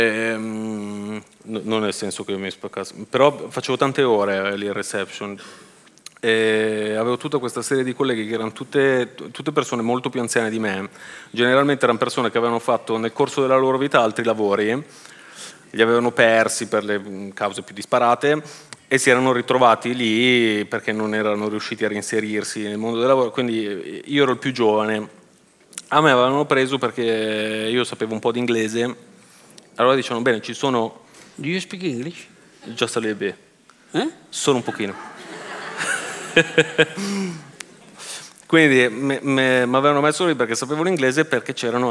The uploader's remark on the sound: a raccontarsi sul palco del PoretCast